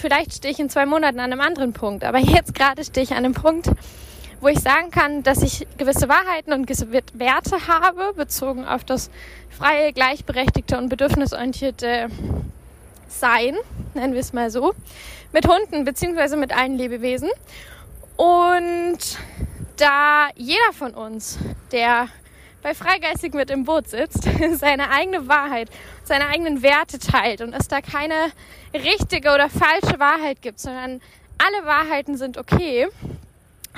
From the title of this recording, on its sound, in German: live vom Spaziergang